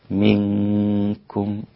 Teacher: النون الساكنة في الكاف إخفاء مع الغنة مع ترقيق الكاف والغنة، منكم، والكاف مضمومة رقيق.